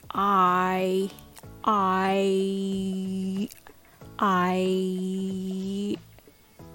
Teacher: there's a Y shadow at the end of I